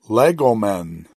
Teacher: So it's Lego, but then becomes Legomen, where the antepenult is accented. And so the accent moved from the penult back to the antepenult because verbs are recessive.